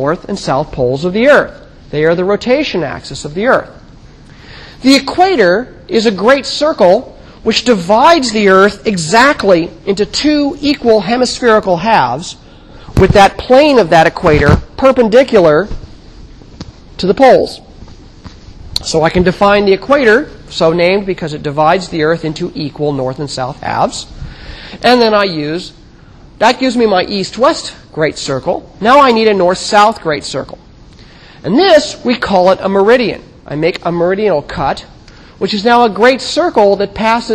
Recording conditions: large echoing room